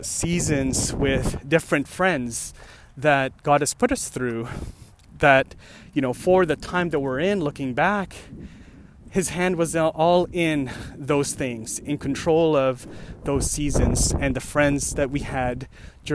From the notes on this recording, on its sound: Another walking podcast.